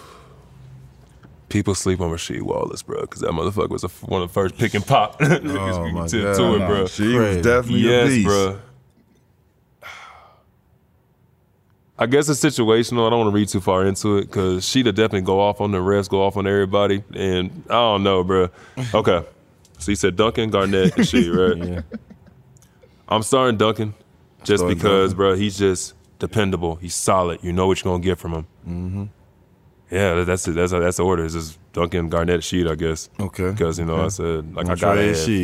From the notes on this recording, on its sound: live on location from XS Nightclub at Wynn Las Vegas